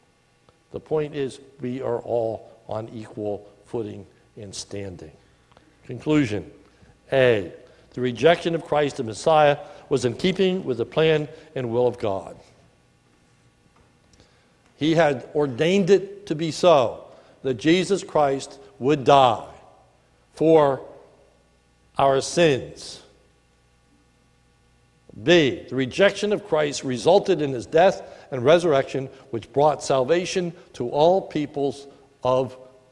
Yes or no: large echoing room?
yes